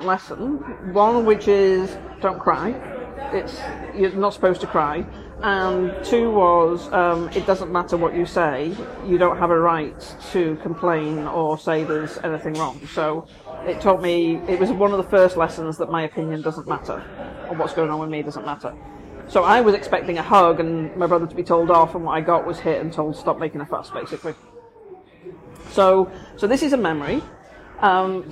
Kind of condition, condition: fault, background noise